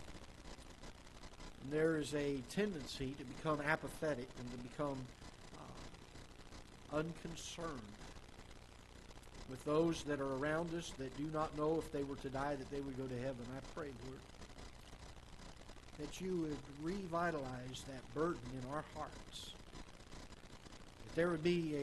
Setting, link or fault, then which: setting, large echoing room